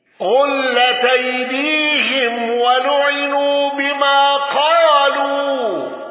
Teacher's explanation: يعقوب بضم هاء أيديهم